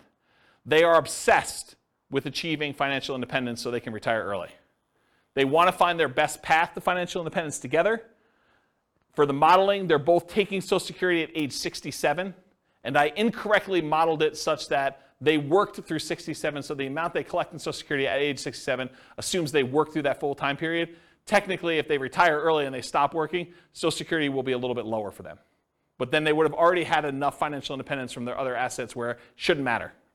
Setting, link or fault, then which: setting, live audience